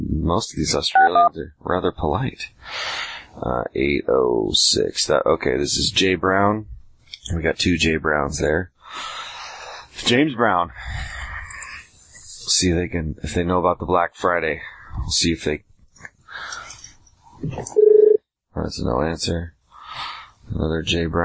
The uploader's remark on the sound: RBCP's Personal Prank Phone Calls Collection